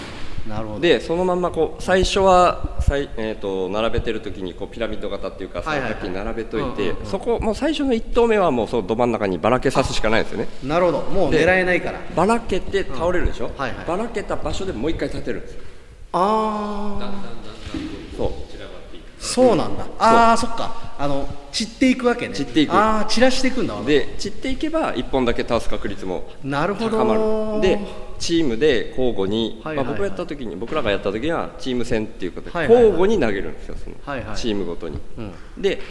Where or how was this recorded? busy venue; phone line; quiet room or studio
busy venue